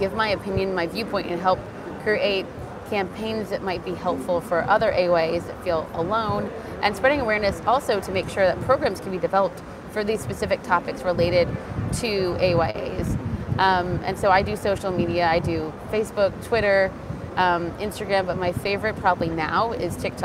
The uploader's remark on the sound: live interview from the 2023 American Society of Clinical Oncology (ASCO) Annual Meeting